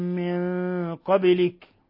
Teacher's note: نون ساكنة جاء بعدها القاف، إخفاء حقيقي، ثم قبلك الباء تقلقل لأنها ساكنة من حروف قطب جد.